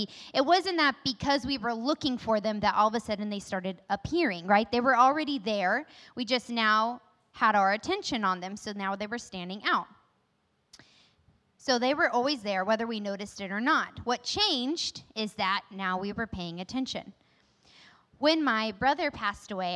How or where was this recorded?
large echoing room